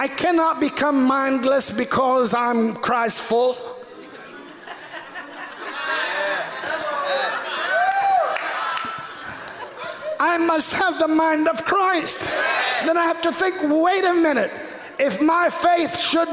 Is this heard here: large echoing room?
yes